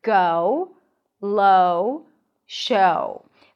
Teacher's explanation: the O as in go starts with a back open ah sound, and then you round your lips for an oo sound. Technically, it's more of a lax oo, O, but if you think of it as a W sound at the end, it makes things a whole lot easier.